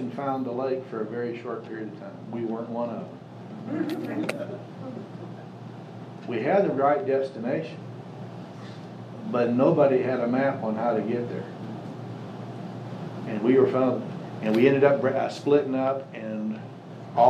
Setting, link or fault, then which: setting, large echoing room